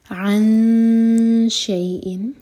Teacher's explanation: عن شيء، شین کے لیے اخفا، دونوں کے مخرج کو ٹچ نہیں کریں گے، شین کے لیے زبان تیار کریں گے اور دو سیکنڈس کا ٹائم دیں گے